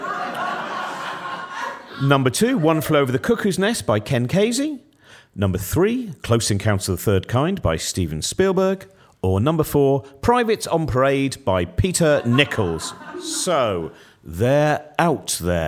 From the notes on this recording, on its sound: Hosts this lovable game of literary fakery from Brighton's Marlborough Theatre.